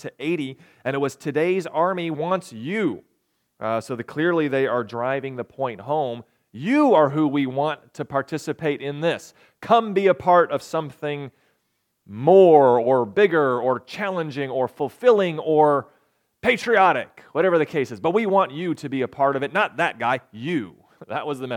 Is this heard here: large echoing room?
yes